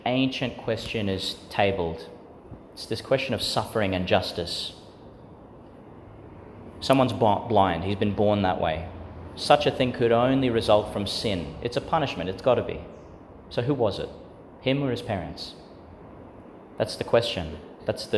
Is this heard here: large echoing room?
yes